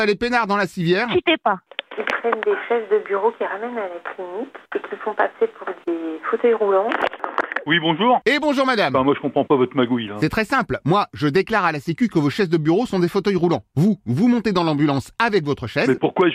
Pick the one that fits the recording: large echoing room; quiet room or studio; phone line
phone line